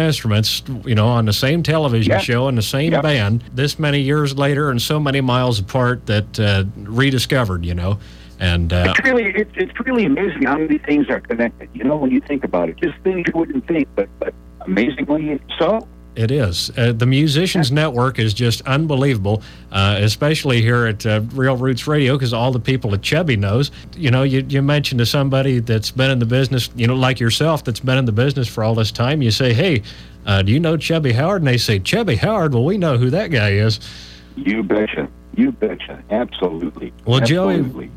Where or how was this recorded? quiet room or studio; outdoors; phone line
phone line